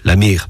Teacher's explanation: À certains endroits, on ferme la voyelle. Le mot devient donc la mère.